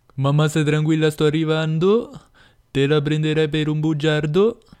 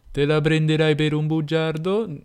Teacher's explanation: Cioè le consonanti vengono pronunciate in una maniera un po' più pigra, cioè le P diventano B le, g diven- le K diventano G, le T diventano D